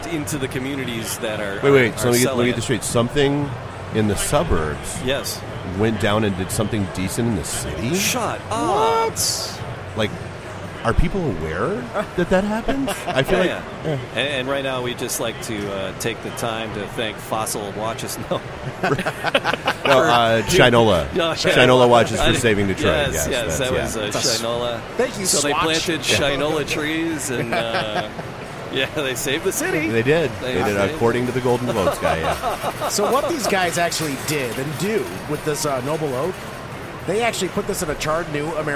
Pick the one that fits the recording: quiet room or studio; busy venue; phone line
busy venue